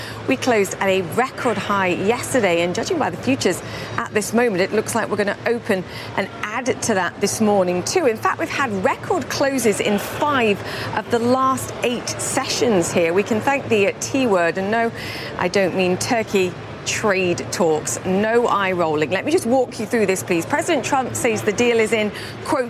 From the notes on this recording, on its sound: Live from the New York Stock Exchange.